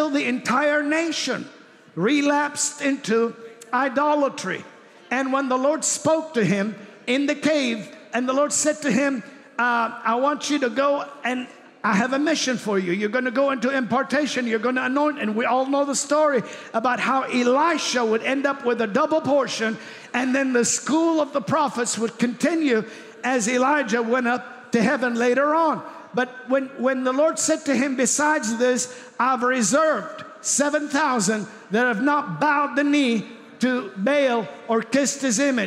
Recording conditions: large echoing room